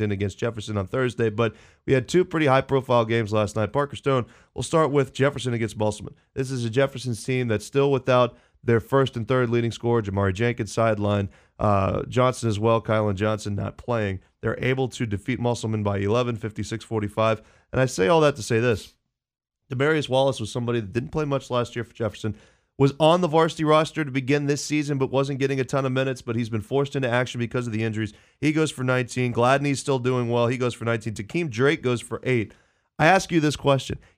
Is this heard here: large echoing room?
no